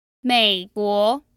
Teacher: So that's a third tone followed by a second tone.